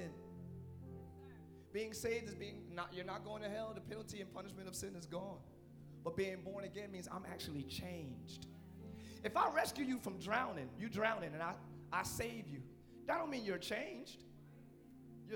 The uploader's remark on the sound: Live Church Orlando